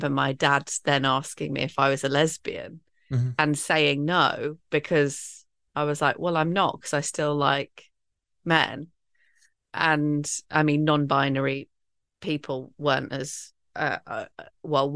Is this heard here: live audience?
no